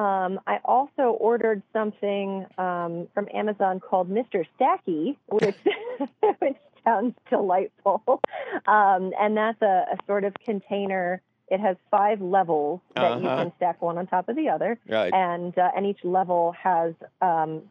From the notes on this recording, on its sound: your fabulous phone calls!